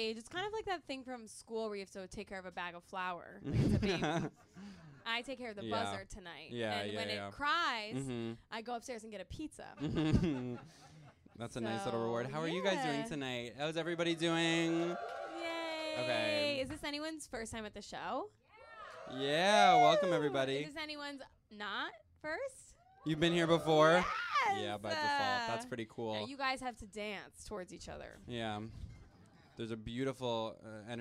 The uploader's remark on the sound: Live Show